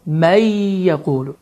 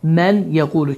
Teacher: idğam qaydası zamanı burada iki hərəkə miqdarında həmin qayda uzadılır · Shown in: first take